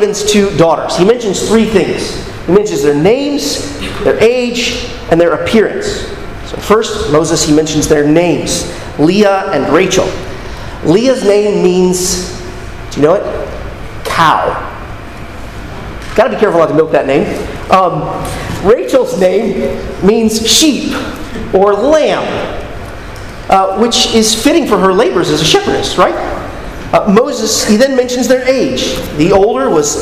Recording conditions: large echoing room